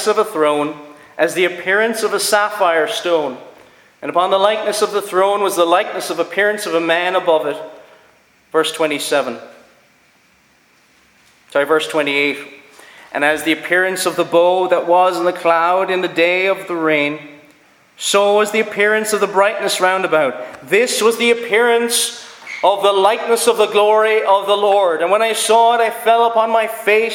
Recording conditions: large echoing room